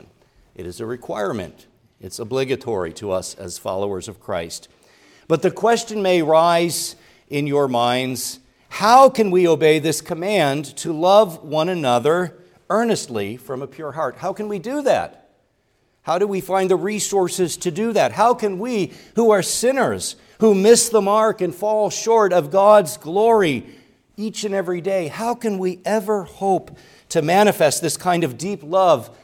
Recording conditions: large echoing room